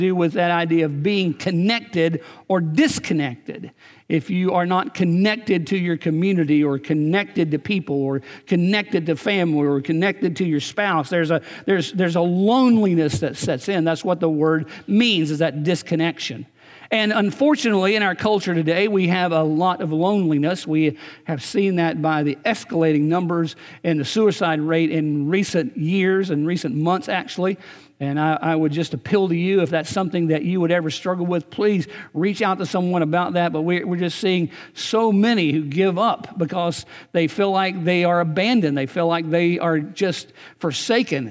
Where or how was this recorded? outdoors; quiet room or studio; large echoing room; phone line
large echoing room